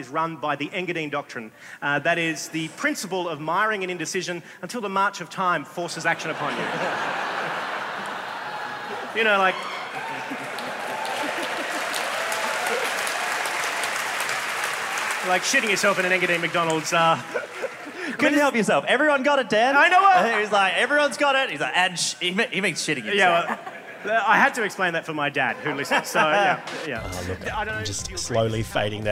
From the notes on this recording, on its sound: A Rational Fear Live in Melbourne 10 minute Sample. 10 minute sample of the Melbourne International Comedy Festival live show.